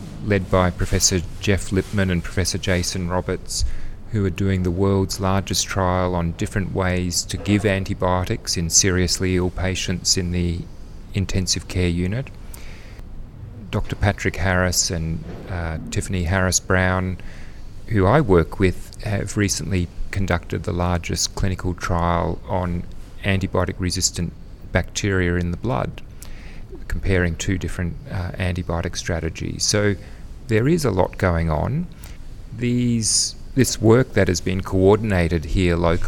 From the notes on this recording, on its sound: Recorded live at the 2019 National Antimicrobial Resistance Forum.